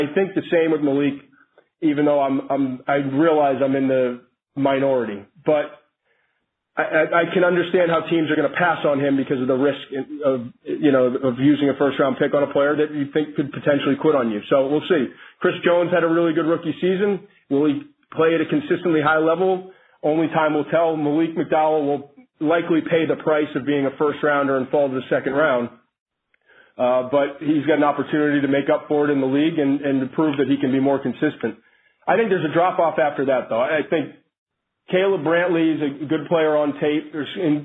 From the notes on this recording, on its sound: NFL Draft Conference Call